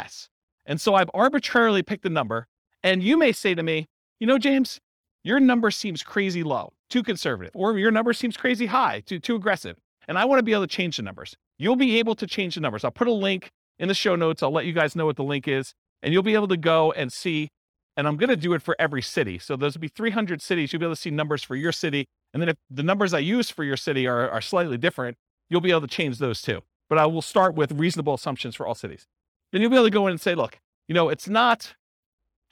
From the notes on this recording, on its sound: This was a live class recorded